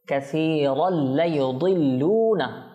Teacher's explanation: তানবিনের পর লাম আসছে, ইদগাম হবে গুণনা ছাড়া